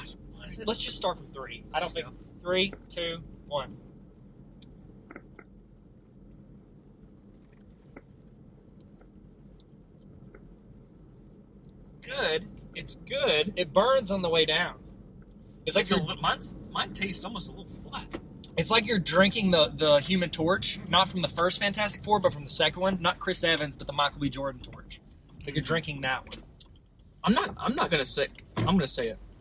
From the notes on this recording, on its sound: Abnormally bad audio.